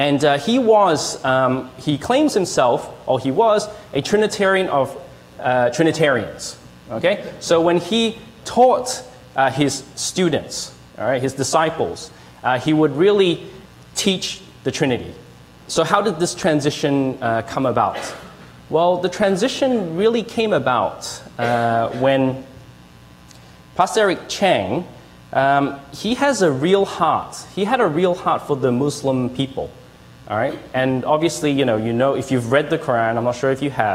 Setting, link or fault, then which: setting, live audience